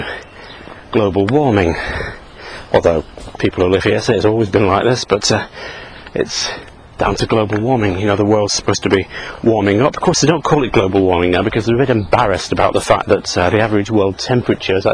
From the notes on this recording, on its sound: While out walking his dog. Who just barks at trucks.